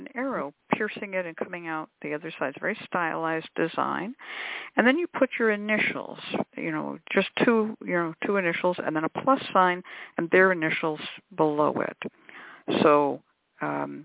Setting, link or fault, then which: link, phone line